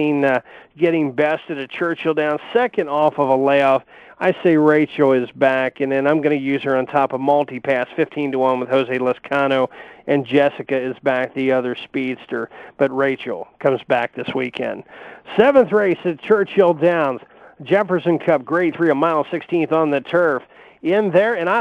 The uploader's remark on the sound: will also call